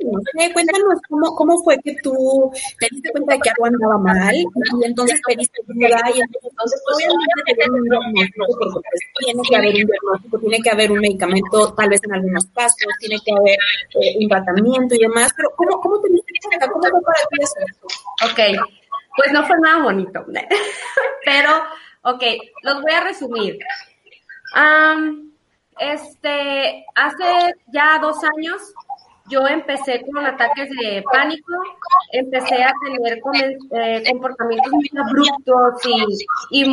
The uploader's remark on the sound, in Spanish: El audio de este episodio no es el mejor.